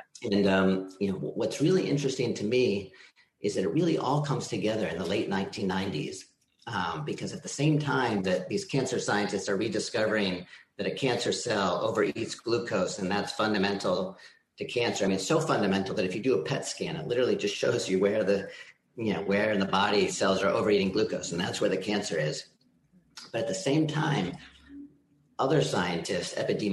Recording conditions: video call